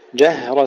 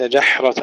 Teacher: انتبه إلى الهاء الساكنة لا تحولها إلى حاء · Shown in: first take